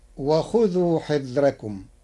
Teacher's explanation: قرأ ورش كلمة حذركم بترقيق الراء لوجود كسر قبلها